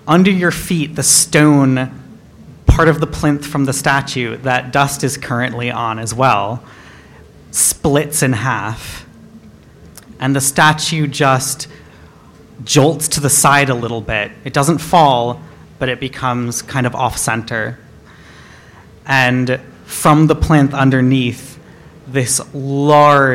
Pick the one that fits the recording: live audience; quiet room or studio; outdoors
live audience